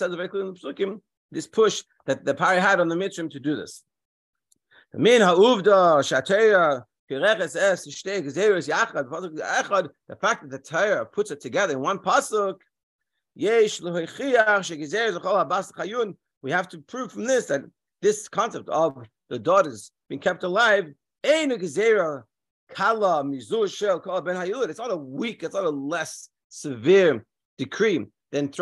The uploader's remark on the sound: Daily Zoom Shiur